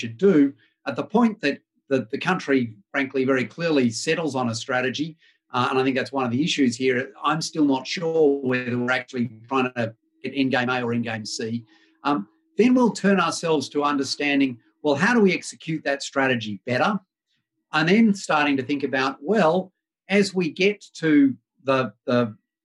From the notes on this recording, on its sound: Webinar recording.